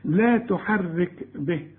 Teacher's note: تهمس بيها شوية يطلع شوية هوا خفيف كده علشان الكاف، لكن لا تقلقل الكاف ابدا، واخد بالك؟ · Term: الهمس